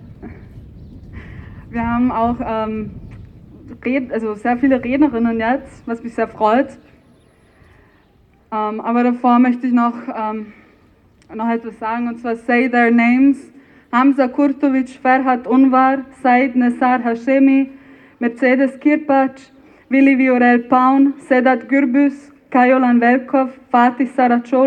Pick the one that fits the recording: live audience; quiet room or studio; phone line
live audience